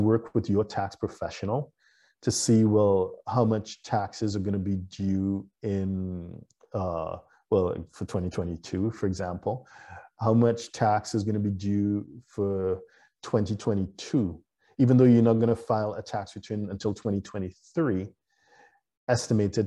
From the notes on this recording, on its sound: (LIVESTREAM). For those joining us on Zoom. What you guys have come to this, to this live stream, you have questions.